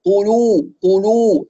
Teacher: حرف اللام قد يتأثر بالقاف المضمومة السابقة، خاصة إنه مضموم، فنسمع اللام مفخمة